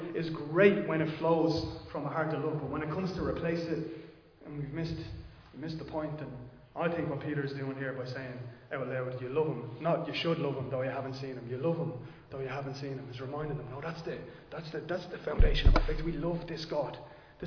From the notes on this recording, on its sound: Recorded live in Liberty Church on 16 October 2022